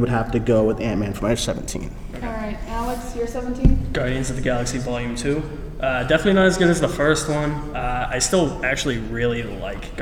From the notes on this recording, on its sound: Fan Expo Boston - Cinemania World Podcast Panel. LIVE from the Fan Expo Boston Comic Con! Held a 40 minute live podcast panel during the convention.